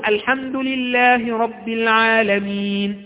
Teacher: ده قصر أعطيته حركتين، الحمد لله رب العالمين، ده توسط أعطيته أربعة حركات، الحمد لله رب العالمين، هذا ستة حركات يعني إشباع.